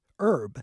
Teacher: in the US, the first pronunciation for herb is without the H being pronounced